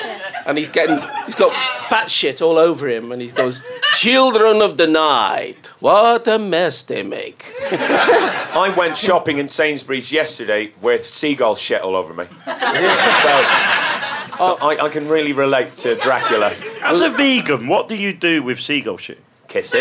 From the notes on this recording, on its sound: recorded at the Pleasance during the Edinburgh Fringe 2012